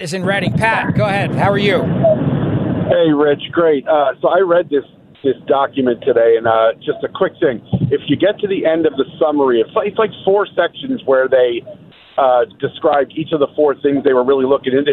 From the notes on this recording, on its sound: Speaking at the House Democratic Caucus Issues Conference in Leesburg, Virginia